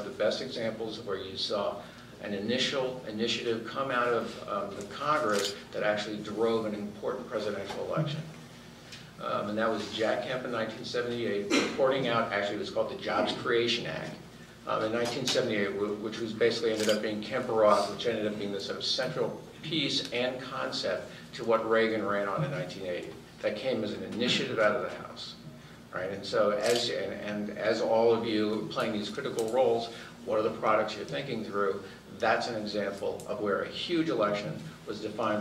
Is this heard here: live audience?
yes